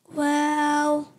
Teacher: दोनों होंठों की गोलाई से वाव अदा होता है